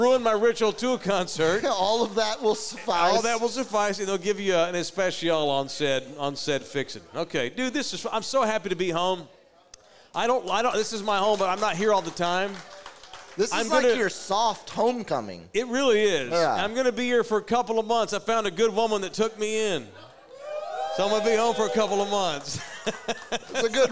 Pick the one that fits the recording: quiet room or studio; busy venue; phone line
busy venue